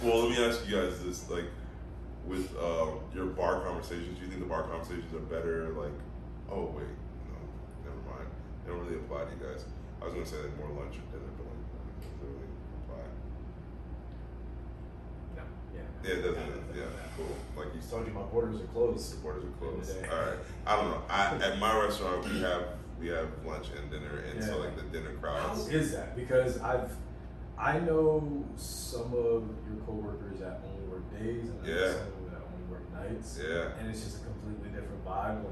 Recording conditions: poor sound quality